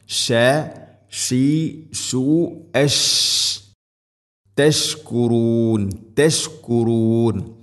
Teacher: ഷീൻ തഫസ്സി എന്ന ഒരു സിഫത്ത് പാരായണത്തിൽ കൊണ്ടുവരണം.